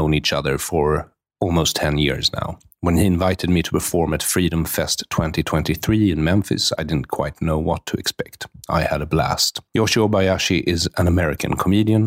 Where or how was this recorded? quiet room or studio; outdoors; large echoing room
quiet room or studio